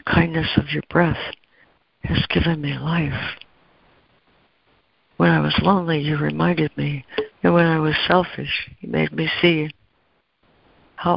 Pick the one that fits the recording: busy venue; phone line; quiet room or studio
phone line